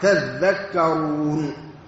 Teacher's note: وأصلها أيضا تتذكرون، لكن أدغمت التاء في الذال لتقارب المخرج، فإن التاء تخرج من طرف اللسان مع أصول الثنايا العليا، والذال تخرج من طرف اللسان مع أطراف الثنايا، ثم بعد ذلك تشترك التاء مع الذال في الإصمات والاستفال والانفتاح.